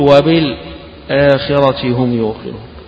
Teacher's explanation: بيسكت لتحقيق الهمزة عشان يقرأ الهمزة يخرجها من مخرجها من غير ما تختلط بغيرها · Term: السكت